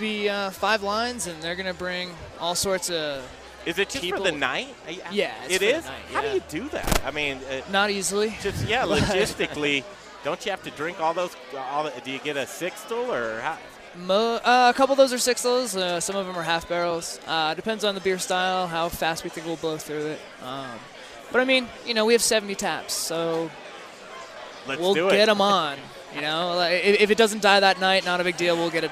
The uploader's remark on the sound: The Modern Eater Show Live from Tap 14 downtown!